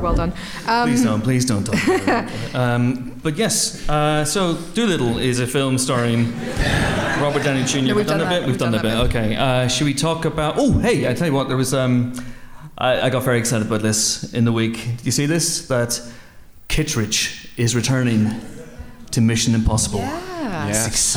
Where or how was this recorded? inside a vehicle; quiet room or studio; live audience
live audience